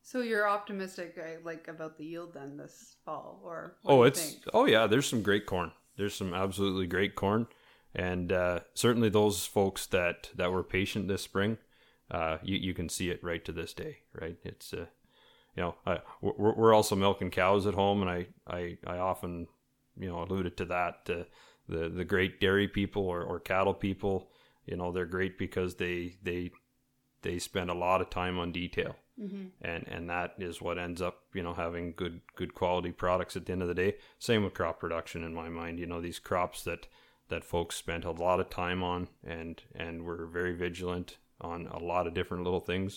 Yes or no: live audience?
no